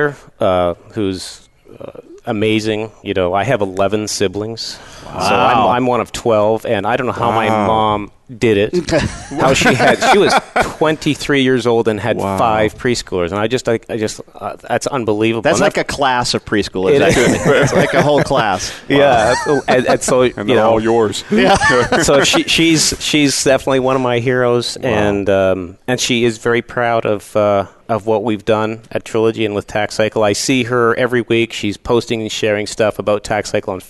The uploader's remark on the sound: Live Broadcast at the The IPBC IGNITE Conference.